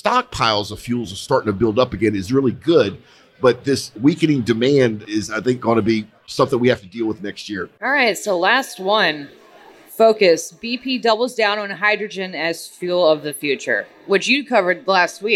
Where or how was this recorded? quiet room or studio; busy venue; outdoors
busy venue